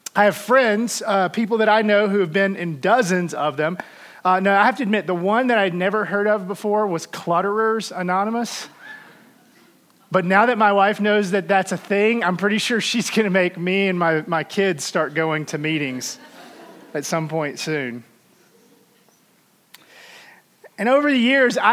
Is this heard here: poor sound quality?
no